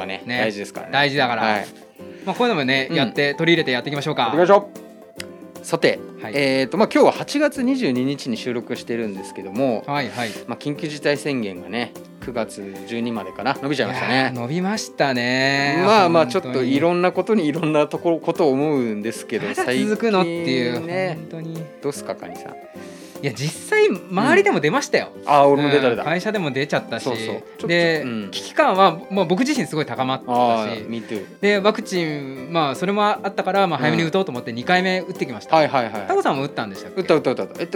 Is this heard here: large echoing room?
no